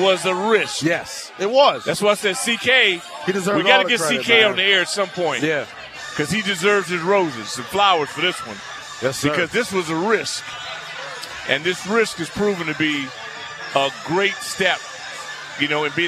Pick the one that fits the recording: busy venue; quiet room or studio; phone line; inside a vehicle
busy venue